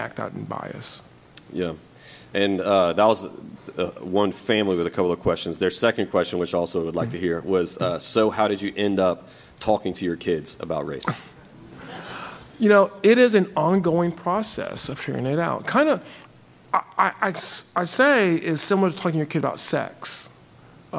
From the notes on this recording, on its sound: We recently got to do a live Q&A at my church. I got to receive questions submitted from our congregation.